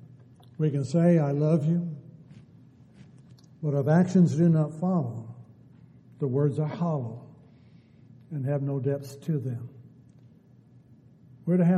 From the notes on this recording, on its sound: Downtown Church Of Christ Audio Sermon